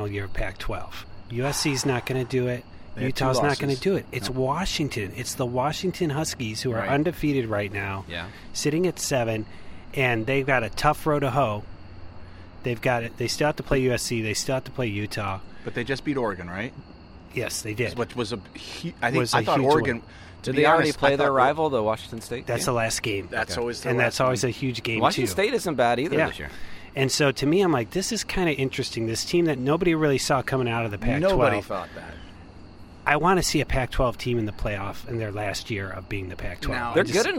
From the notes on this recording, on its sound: we're live from Maestro's patio